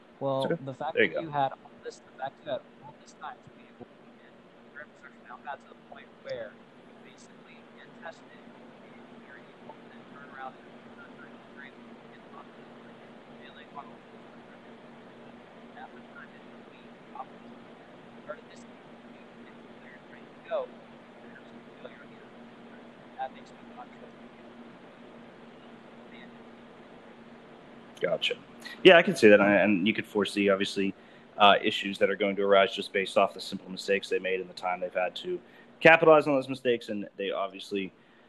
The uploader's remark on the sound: Apologies for audio issues on this episode guys! Anchor was not our friend yesterday.